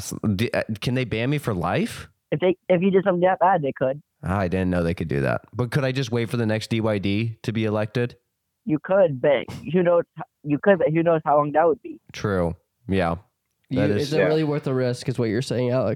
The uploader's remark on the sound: You ever wanna know what it sounds like to listen to 5 people on the phone at the exact same time?